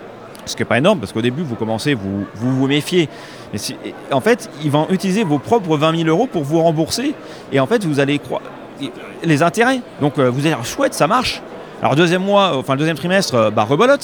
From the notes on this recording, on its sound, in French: En direct de la convention Patrimonia en Lyon